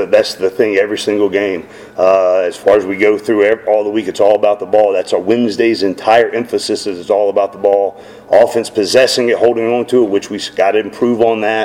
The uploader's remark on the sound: Postgame press conference (USF).